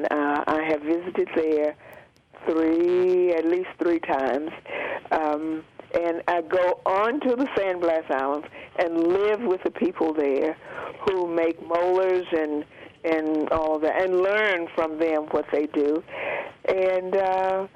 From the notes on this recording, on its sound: Unedited Phone Interview. This is the full phone conversation that was later edited for on air use.